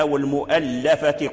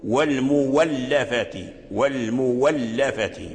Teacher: أبدل الهمزة واو. لماذا؟ لأن قبلها ضمة، ضمة الميم · Shown in: second take · والمولفة، وهي هي فاء الكلمة لأنها من ألف، ألف الهمزة وقعت فاء الكلمة، فورث أبدلها فقرأ والمولفة قلوبهم.